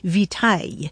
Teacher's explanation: along the way it lost that hard C sound, so it sounded more like vitae